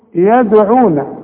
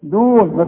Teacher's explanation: اخر حرف معانا اللي هو حرف الدال، الذين يدعون، شوف يدعون لازم اقلقل الدال عليها السكون · Shown in: first take · Term: قلقلة